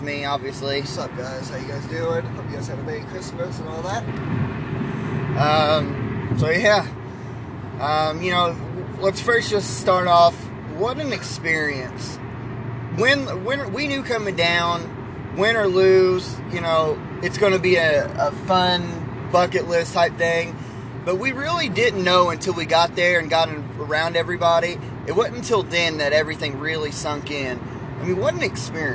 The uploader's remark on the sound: The guys where live and in living coloring for the bluegrass battle between kentucky and Louisville and recorded their thoughts on the way home.